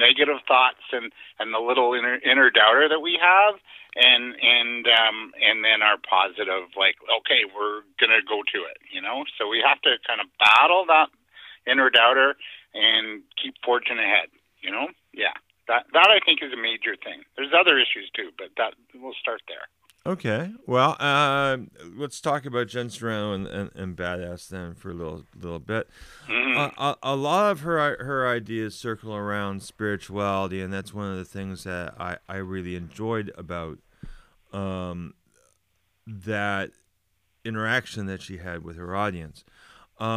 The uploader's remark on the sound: on the phone with us today